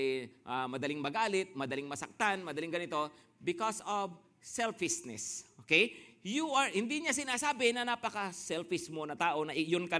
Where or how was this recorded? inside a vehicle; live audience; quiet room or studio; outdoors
live audience